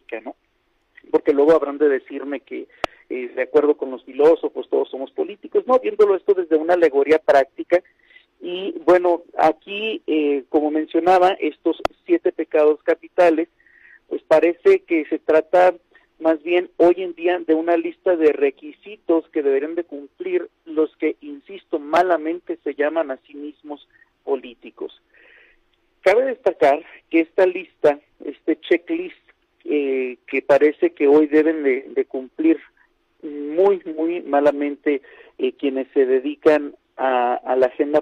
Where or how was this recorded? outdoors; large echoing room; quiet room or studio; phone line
phone line